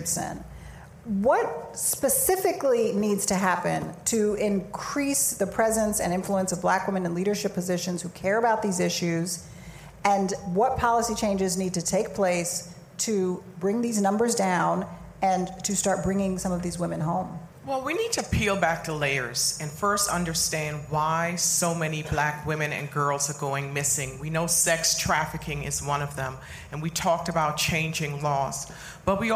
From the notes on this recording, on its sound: Live from REVOLT WORLD